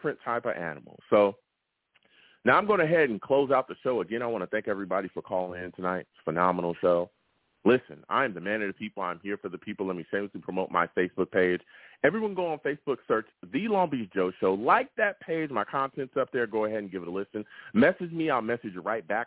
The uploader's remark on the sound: I also take live callers!